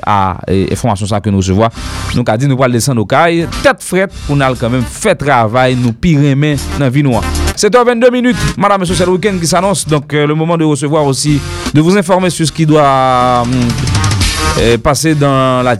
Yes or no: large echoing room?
no